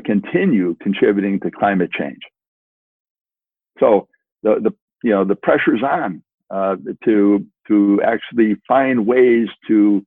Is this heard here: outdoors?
no